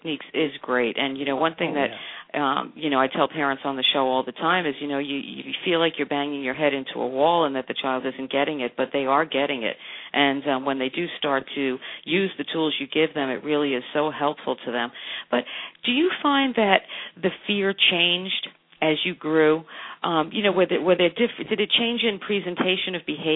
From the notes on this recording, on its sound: surprised me with a phone call and we took it to the airwaves